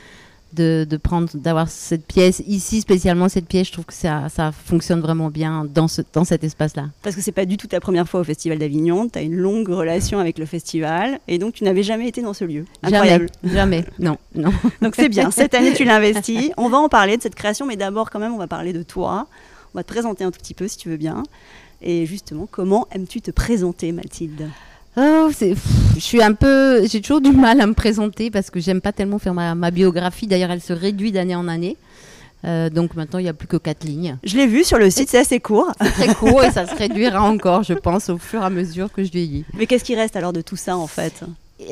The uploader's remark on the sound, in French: Cet épisode a été enregistré pendant la 77e édition du festival d’Avignon au Cloître des Carmes, avec l'écho du chant des cigales.